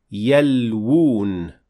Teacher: So we say يَلْوُون with two times waw and not يَلُون with one long waw.